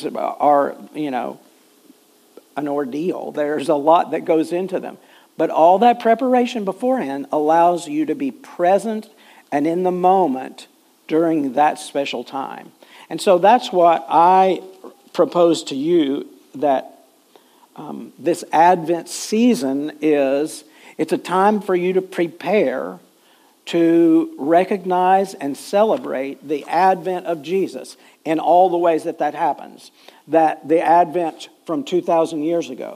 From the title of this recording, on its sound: Full Sunday Service December 3, 2023